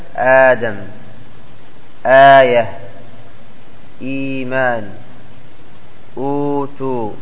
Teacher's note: فهذا هو الإبدال، أن تبدل الهمزة إلى حرف مد، فيسمى هذا المد مد البدل لأنه أبدل من همزة إلى حرف مد. ويمد مقدار المد الطبيعي وهو حركتان